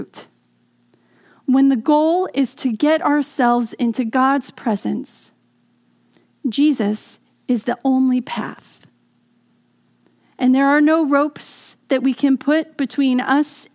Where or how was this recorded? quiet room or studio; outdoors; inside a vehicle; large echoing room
large echoing room